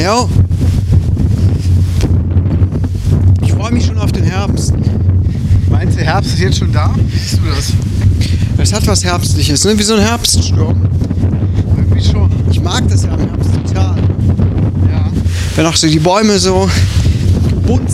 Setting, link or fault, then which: fault, wind noise